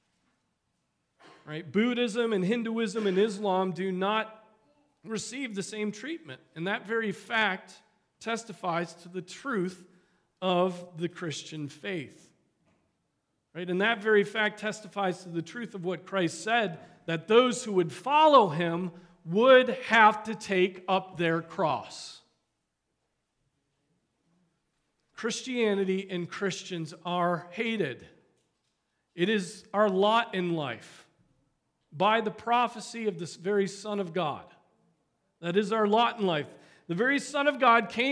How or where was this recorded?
large echoing room